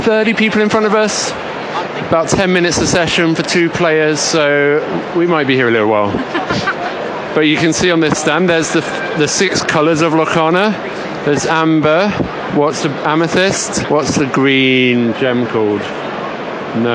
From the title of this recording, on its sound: Live from UK Games Expo 2023